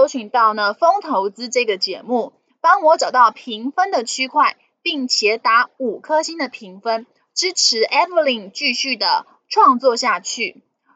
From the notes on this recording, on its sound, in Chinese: 本集有些許雜音，已亟力避免，如有察覺請多多包涵